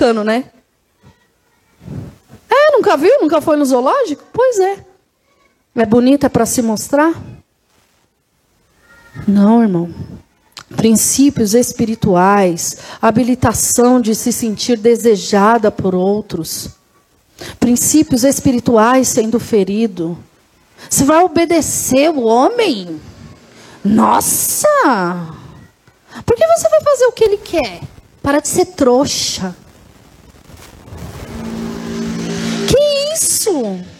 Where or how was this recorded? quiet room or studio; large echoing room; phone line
large echoing room